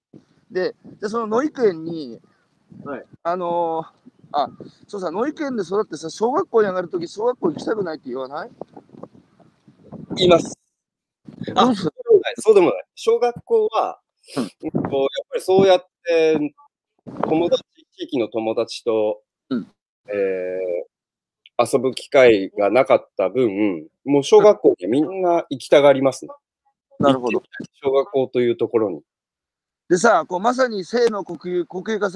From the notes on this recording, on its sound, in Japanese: 歩きながら1時間、対談する。